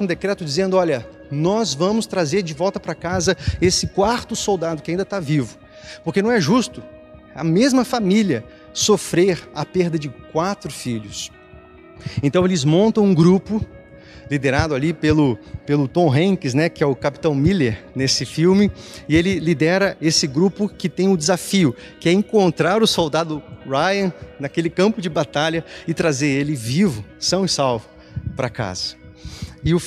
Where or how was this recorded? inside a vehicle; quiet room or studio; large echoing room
large echoing room